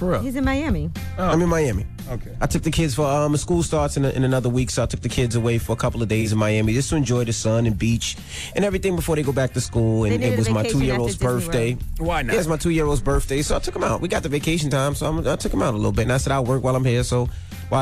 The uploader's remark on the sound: we opened up the phone lines to for listeners